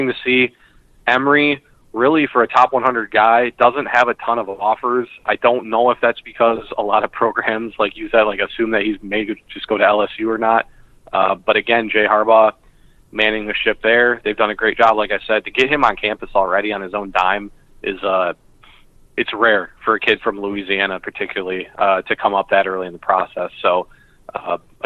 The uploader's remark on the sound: Sorry for the audio quality on the call. The Skype gremlins were at work.